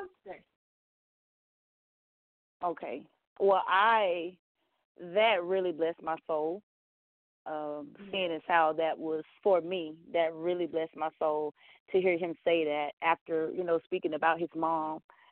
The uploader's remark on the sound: Phone lines will be opened to everyone who would like to call in and render honor to their mother.